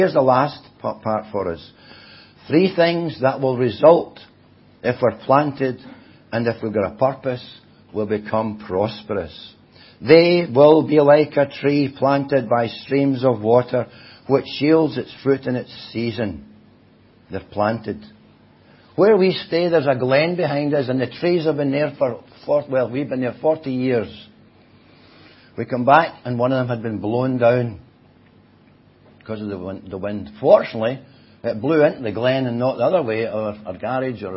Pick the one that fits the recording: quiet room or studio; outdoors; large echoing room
large echoing room